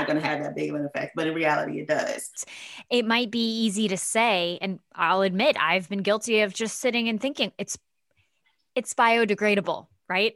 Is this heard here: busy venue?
no